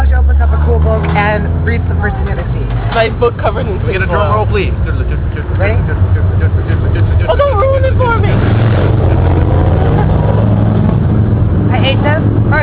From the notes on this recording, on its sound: it is our first official recorded on-the-street meetup